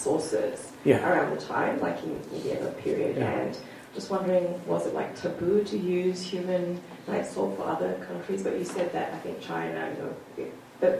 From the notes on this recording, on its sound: This presentation was delivered on 10th November, 2017 at the Institute of Asian Research at the University of British Columbia, Vancouver.